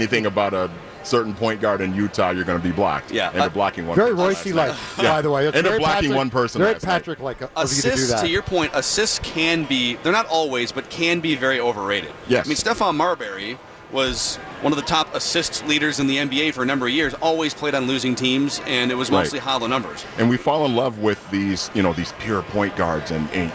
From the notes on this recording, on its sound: live from Radio Row all week